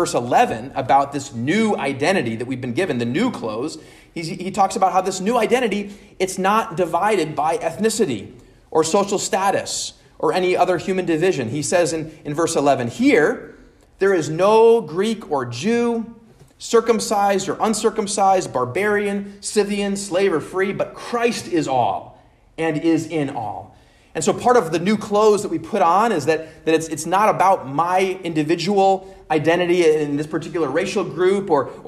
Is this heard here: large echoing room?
yes